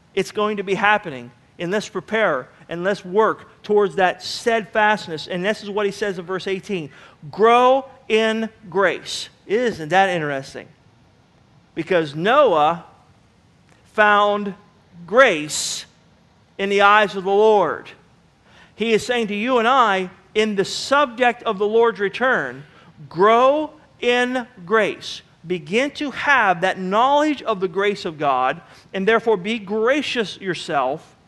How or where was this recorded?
large echoing room